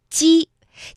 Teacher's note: 舌尖要下垂，要抵住我们的下齿内侧，舌面前部要抬起 · Term: 声母